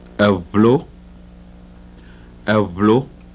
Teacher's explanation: the voiced bilabial fricative in a cluster